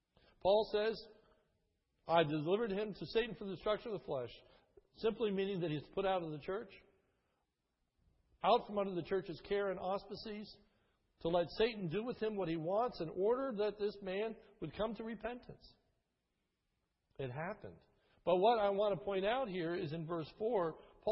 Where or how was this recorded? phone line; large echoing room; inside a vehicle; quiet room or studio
large echoing room